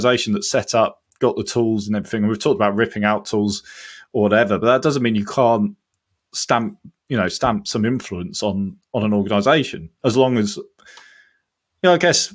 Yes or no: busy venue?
no